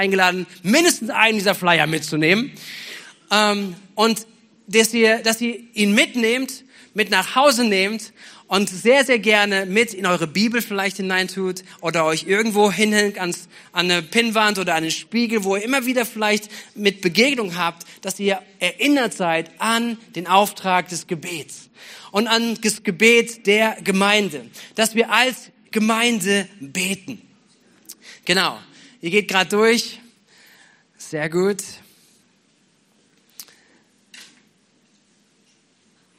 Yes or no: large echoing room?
yes